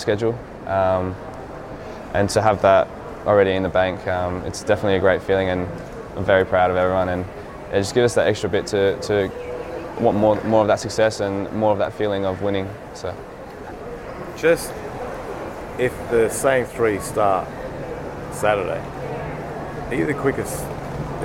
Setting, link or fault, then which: setting, busy venue